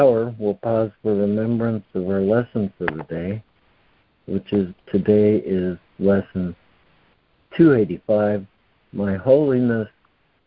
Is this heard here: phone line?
yes